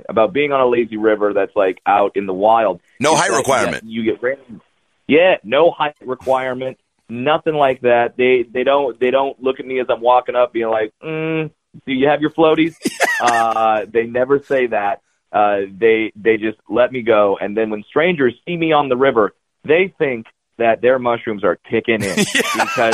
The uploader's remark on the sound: In Studio. On The Phone.